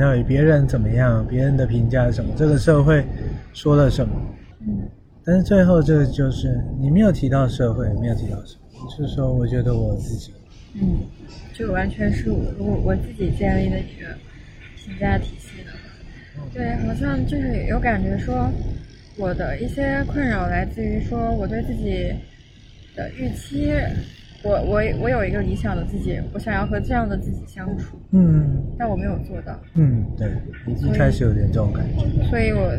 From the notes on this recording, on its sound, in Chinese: 本期节目在户外录制，所以杂音可能比较多，请听众朋友见谅。